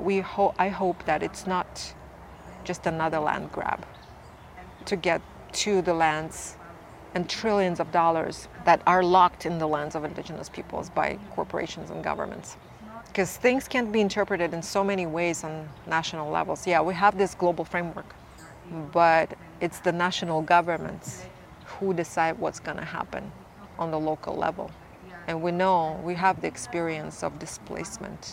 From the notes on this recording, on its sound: At the International Funders for Indigenous Peoples' Global Conference in Mexico, we videoed a very inspiring conversation